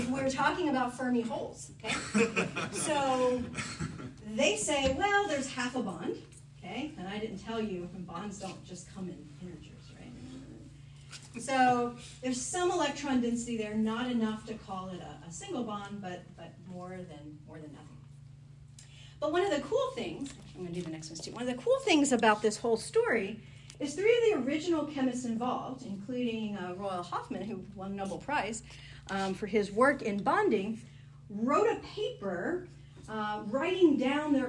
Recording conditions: live audience